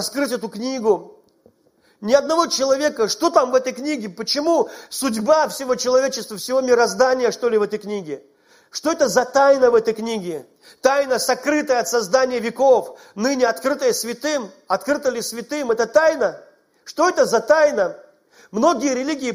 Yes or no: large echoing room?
yes